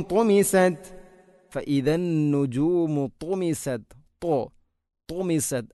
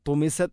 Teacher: ത്വാഇനെ ഉച്ചരിക്കുമ്പോൾ നാവിൻ്റെ മധ്യഭാഗം അണ്ണാക്കിലോട്ട് ഉയർന്നു വരുന്ന രൂപത്തിലാവണം · Shown in: first take